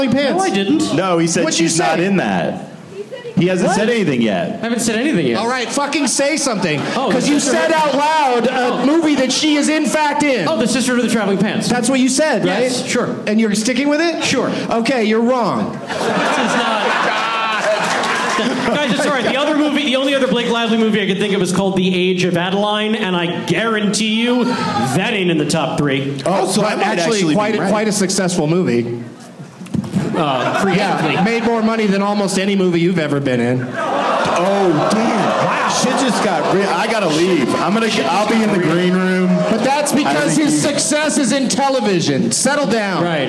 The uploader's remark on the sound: Live from Wise Guys in Salt Lake City.